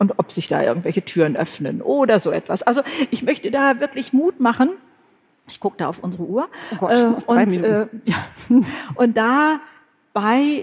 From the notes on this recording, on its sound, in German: Live-Podcast vom BRIGITTE Academy Job-Symposium. Live aus Mainz. Auf der großen Bühne – live vor Publikum! Beim großen BRIGITTE Academy Job-Symposium. In Mainz war es so weit.